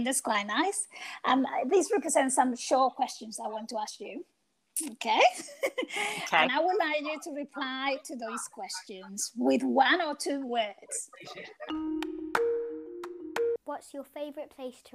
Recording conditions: sounds in the background